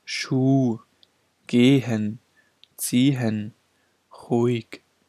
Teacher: Das H ist hier stumm. Das heißt, man gleitet beim Sprechen vom einen Vokal direkt in den anderen, ohne das H zu beachten.